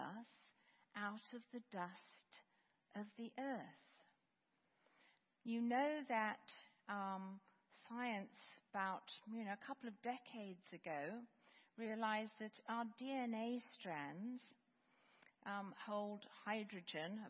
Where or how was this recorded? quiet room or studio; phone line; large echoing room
large echoing room